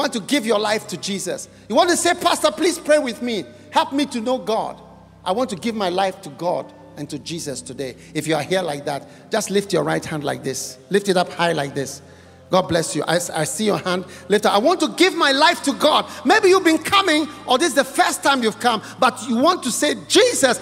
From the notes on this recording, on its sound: Preached at The City Harvest Church, Singapore.